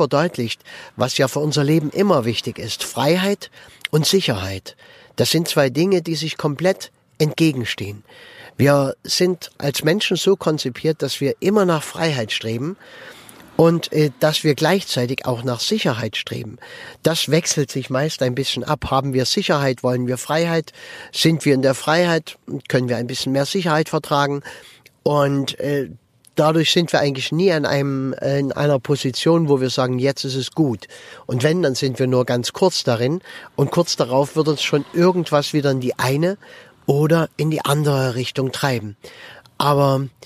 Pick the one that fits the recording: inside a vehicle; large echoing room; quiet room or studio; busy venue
inside a vehicle